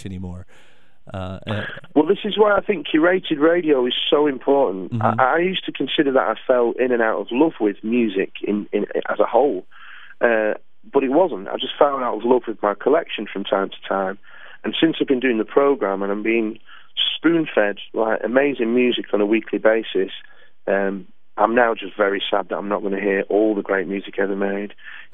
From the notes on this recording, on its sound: On the Phone.